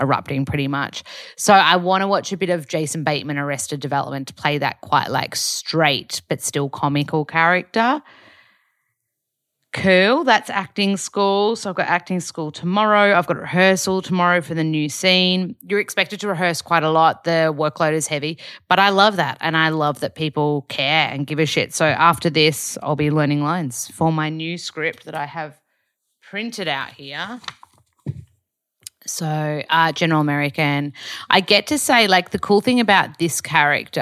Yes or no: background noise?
no